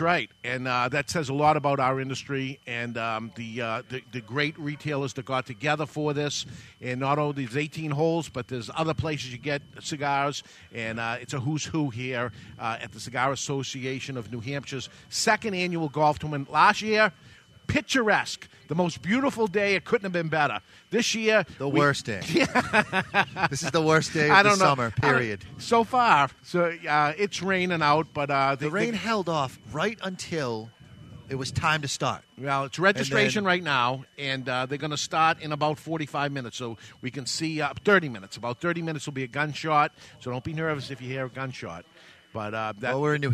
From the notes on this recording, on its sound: Live from the CANH Golf Tournament (Cigar Association of NH)